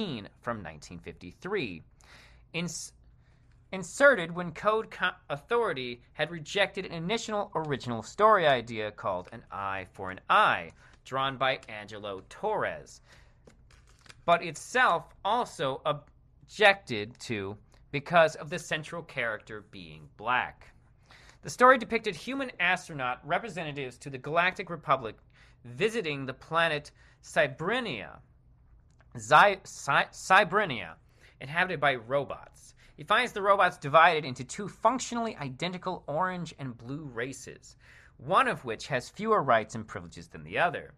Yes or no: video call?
no